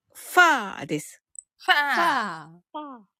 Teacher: 息が聞こえてから、ファーです。